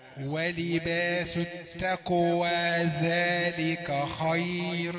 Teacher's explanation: خلي التاء رقيقة شوية انها بتتأثر بالقاف